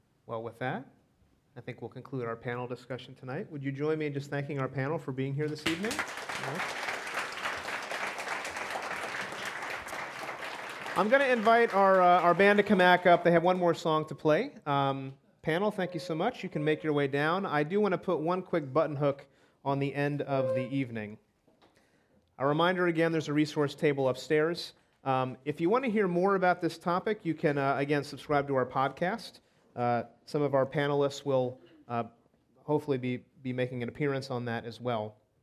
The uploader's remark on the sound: This episode was recorded at our live Underground Sessions event on October 5, 2019. This episode featured panel responses to audience questions.